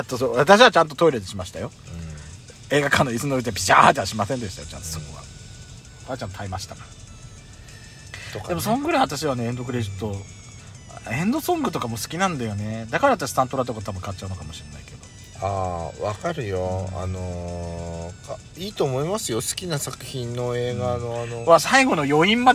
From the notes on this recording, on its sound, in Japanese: パーキング収録